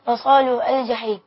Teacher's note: وأيضا لصالو الجحيم ينطقون همزة، يثبتون همزة الوصل أصلا ويحولونها إلى همزة قاطع